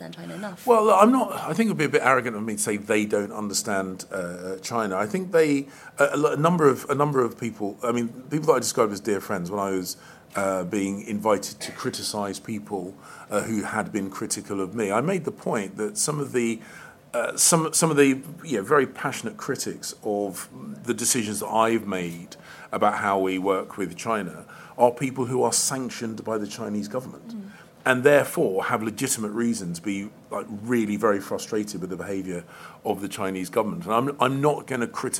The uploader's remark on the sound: live from Conservative party conference